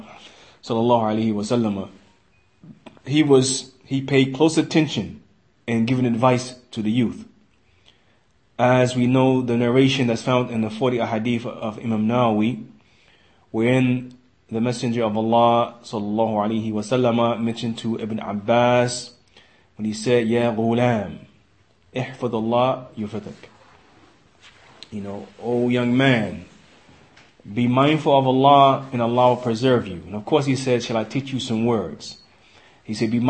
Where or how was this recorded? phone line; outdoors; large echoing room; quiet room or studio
large echoing room